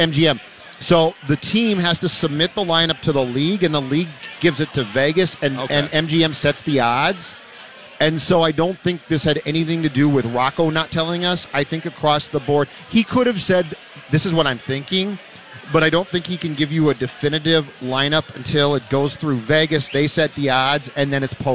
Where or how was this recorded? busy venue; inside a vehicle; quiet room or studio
busy venue